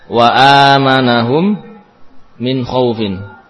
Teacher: Mim sukun diidghamkan ke dalam huruf yang sama yaitu mim. Mim bila bertemu dengan mim maka diidghamkan. · Term: idgham sempurna